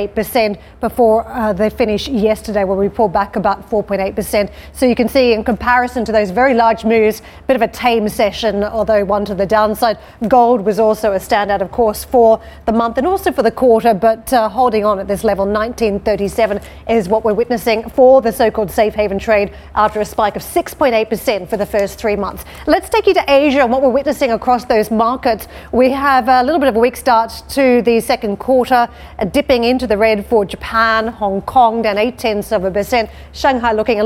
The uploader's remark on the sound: We are live on the shores of Lake Como